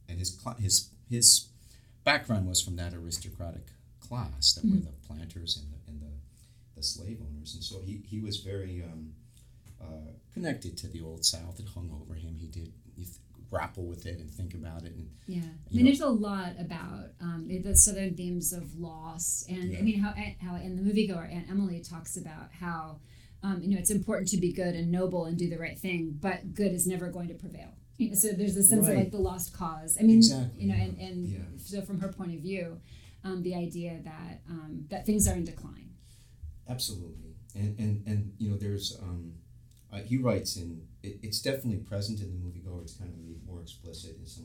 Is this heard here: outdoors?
no